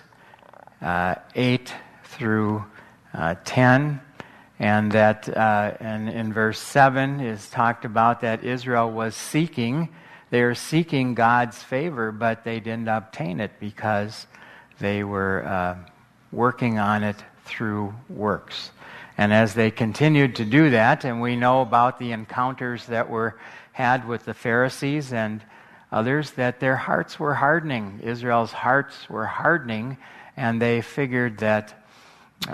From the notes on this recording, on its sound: Live from the MN State Fair